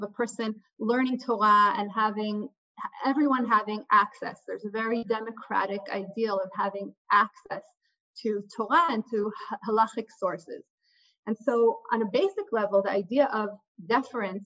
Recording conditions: video call